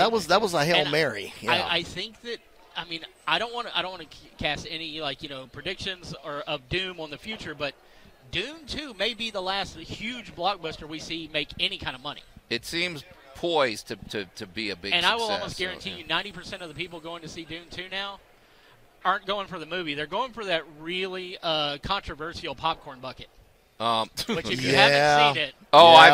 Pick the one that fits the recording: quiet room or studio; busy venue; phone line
busy venue